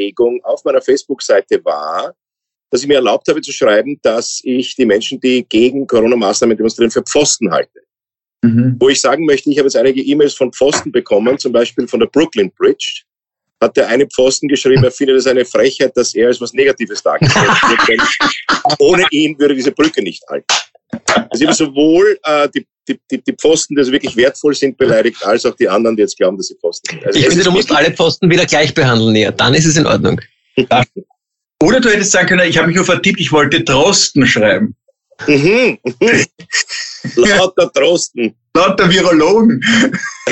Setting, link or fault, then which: link, video call